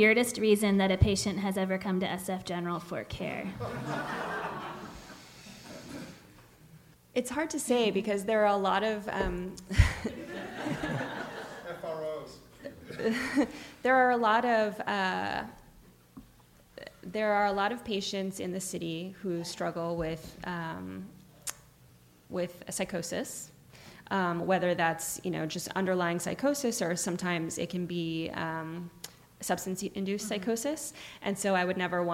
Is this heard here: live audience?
yes